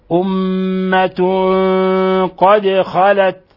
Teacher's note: في لفظ أمة تنوين ضم جاء بعد حرف القاف، الحكم التجويدي إخفاء حقيقي، أمة قد خلت، وقلقلنا الدال لسكونها، خلت تاء هنا ساكنة